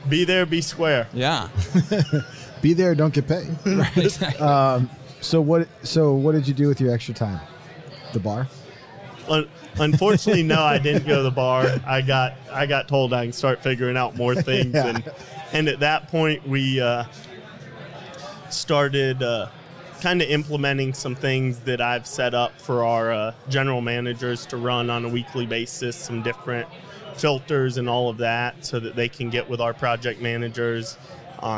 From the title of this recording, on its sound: Live from Buildertrend University